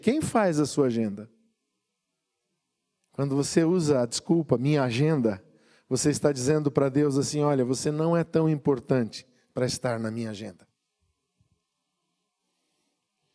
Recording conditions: large echoing room